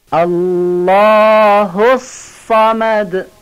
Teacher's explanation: اینجا صاد تشدیددار صمد رو با مکس و درشت و پر تلفظ کنید و دال آخرش هم خوب بیان میکنید، الله الصمد.